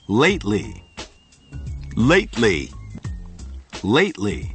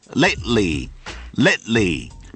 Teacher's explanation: 爆破音在这里失去了爆破